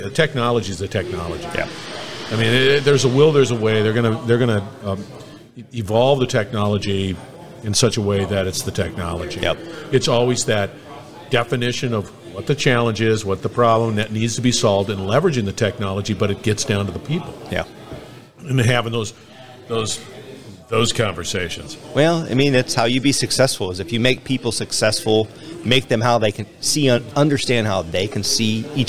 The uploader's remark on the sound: Industrial Talk is onsite at the OMG Quarterly Standards Meeting. Industrial Talk is onsite at the OMG Quarterly Standards Meeting.